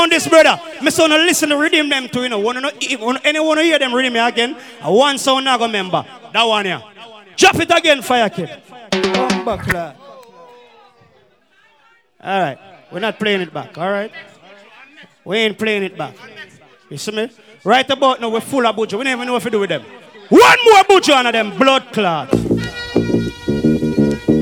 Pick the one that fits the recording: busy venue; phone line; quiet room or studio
busy venue